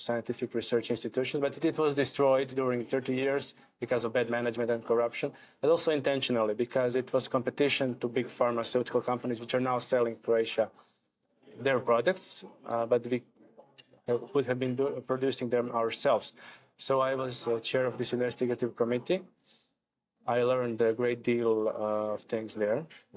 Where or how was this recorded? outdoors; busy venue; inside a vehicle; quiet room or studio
busy venue